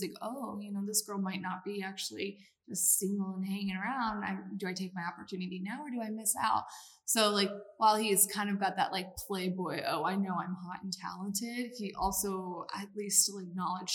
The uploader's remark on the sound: This episode may sound a bit echo-y